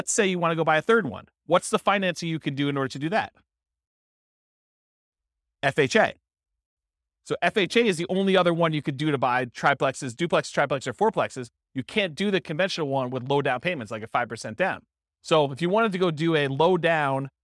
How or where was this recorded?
live audience